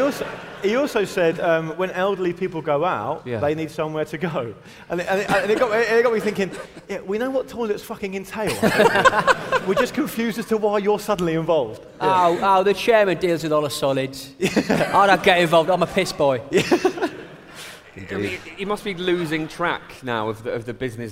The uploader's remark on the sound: There's also a bonus clip from our live shows last year